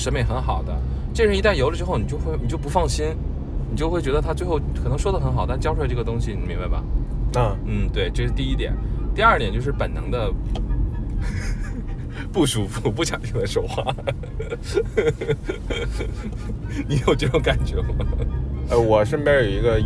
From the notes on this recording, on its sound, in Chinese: 本期录音来自周六演出当天前往拍摄场馆路途中录制。